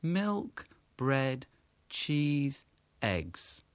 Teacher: a downward turn in the intonation can indicate that that's the end of, in that example, list, but also the end, and now it's time for someone else to speak.